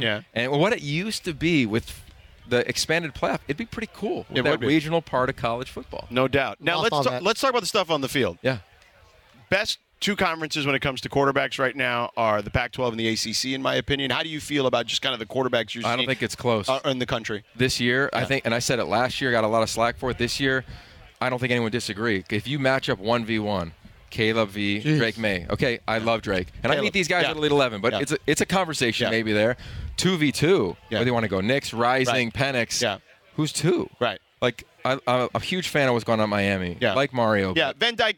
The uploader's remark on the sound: live from Rams Training Camp at UC Irvine!